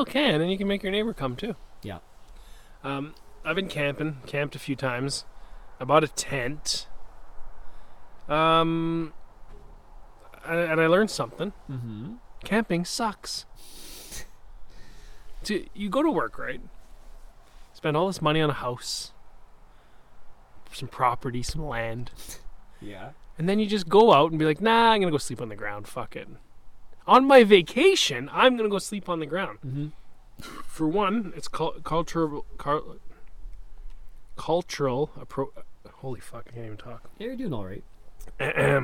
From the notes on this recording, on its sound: This week's episode was originally recorded in the summer under a gentle breeze and sunny skies